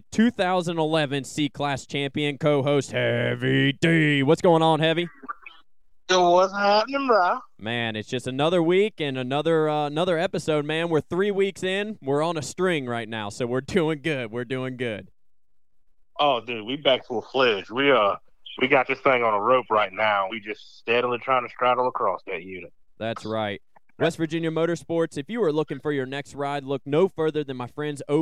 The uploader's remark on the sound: We will have a call in from the brand new FXR representative for the NC area and rider from the local area. Then, we will have a call-in from local NC Native.